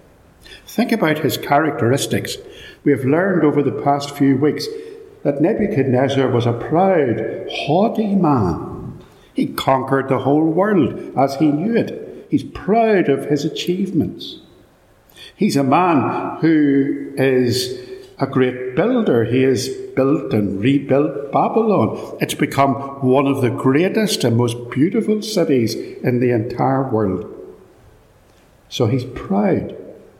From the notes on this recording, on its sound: This podcast contains a sermon, preached at Ballymacashon Church, - it is a little echoey, and contains traffic noises etc.